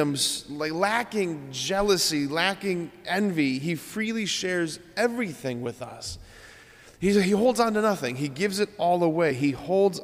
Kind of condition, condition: setting, large echoing room